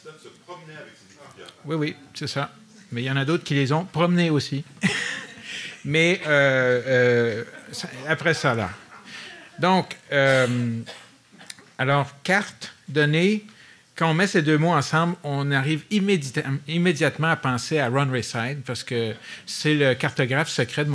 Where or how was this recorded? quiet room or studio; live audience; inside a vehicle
live audience